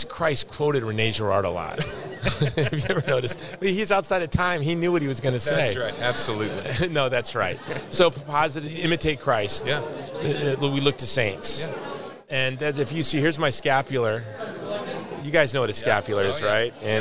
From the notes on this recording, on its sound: More interviews at the International Religious Freedom Summit on Location in Washington DC